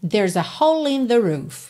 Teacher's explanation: ele juntou o L já na próxima palavra, in. Então, nós temos there's a hole in the roof.